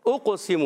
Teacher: حمزہ کو قاف سے ملانا ہے، حمزہ کو خوب ظاہر کرنا ہے، یہ الف نہیں حمزہ ہے. قاف موٹا رہے گا، قاف حرف مستعلیہ میں سے بھی ہے، حرف قلقلہ میں سے بھی ہے، حرف مطبقہ نہیں حرف قلقلہ میں سے بھی ہے.